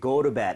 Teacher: flap을 좀 내서 리을 비슷하게 go to bed 하셔도 괜찮아요